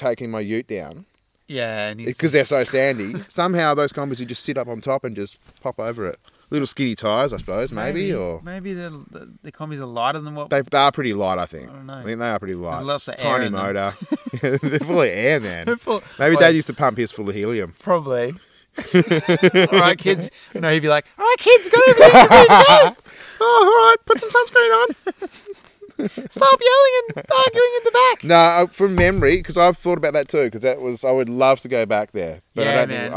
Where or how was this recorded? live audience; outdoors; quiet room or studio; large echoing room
outdoors